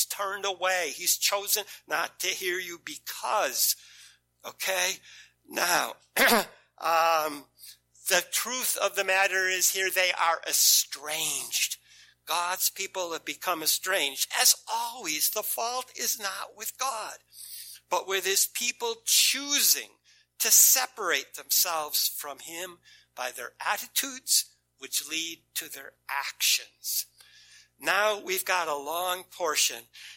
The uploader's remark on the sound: First Congregational Church of Clinton, MA -- Sermon